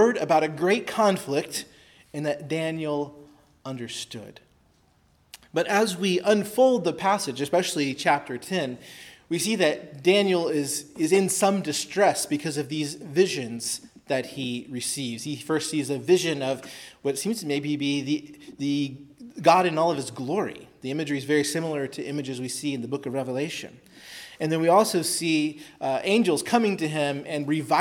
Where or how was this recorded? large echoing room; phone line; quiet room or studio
large echoing room